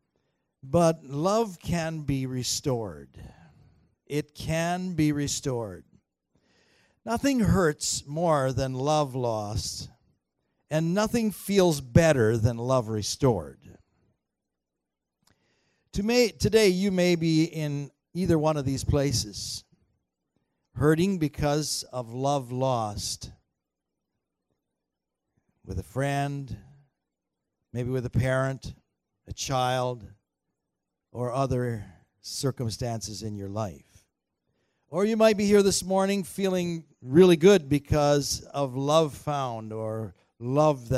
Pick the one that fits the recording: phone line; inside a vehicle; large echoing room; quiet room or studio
large echoing room